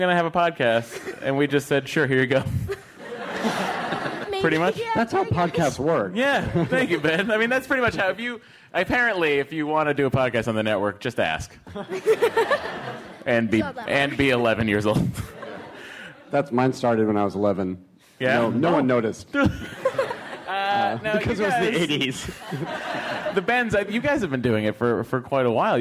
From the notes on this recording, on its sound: Live from SDCC 2014, it's the Nerdist Podcast Super Panel